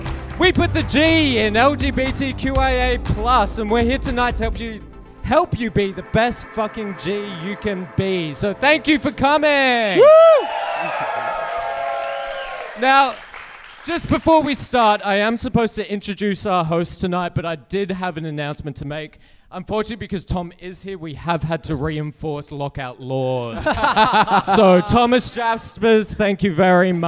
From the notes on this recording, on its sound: We recorded a live episode in Sydney for Sydney's Mardi Gras!